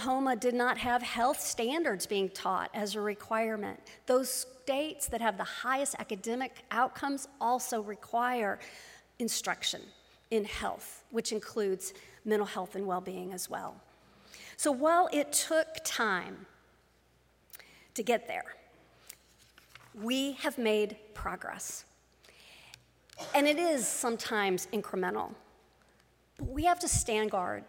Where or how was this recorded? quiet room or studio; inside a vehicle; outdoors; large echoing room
large echoing room